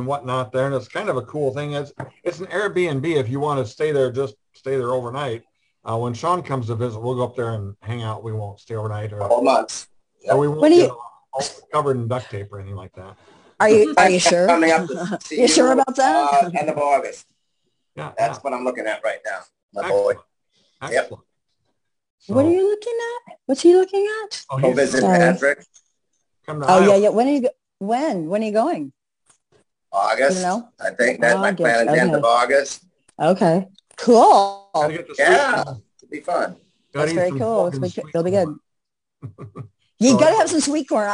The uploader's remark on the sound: our Zoom Show on 7/10/2022